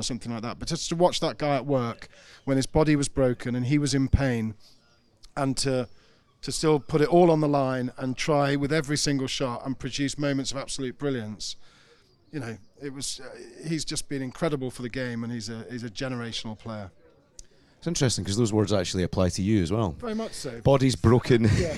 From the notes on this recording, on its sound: Weekend Storylines at The Open | Live From Scotland. Thank you to Sounder for hosting us at The Open!